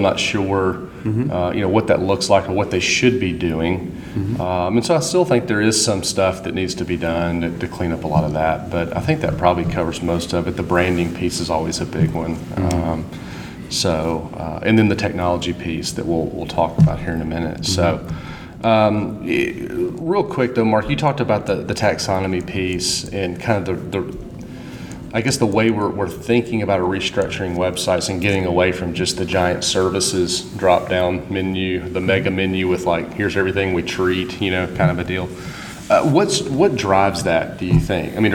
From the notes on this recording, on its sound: the second “live” recording live from the Healthcare Internet Conference